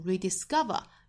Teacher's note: 这个单词本身读是第三音节重读 rediscover